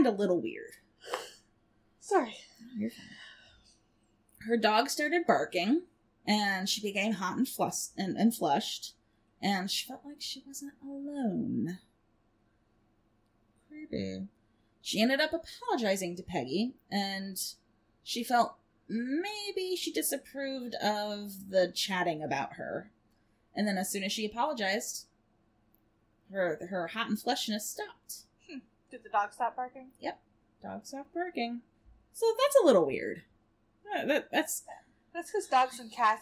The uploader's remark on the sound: The sound is a little off